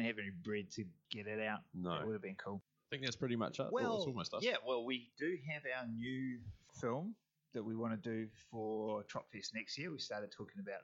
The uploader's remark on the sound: We went on a road trip to the Tropfest film festival over the weekend in Taranaki. Apologies for the slightly weird audio, we thought we would try something different, but it didn't work.